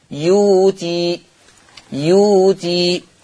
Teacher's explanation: الحركة اللي على الياء ايه؟ ضمة، فيتناسب معها واو، فتبدل واو · Term: إبدال الهمز الساكن